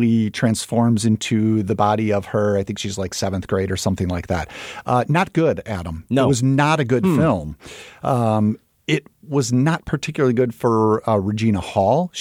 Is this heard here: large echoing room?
no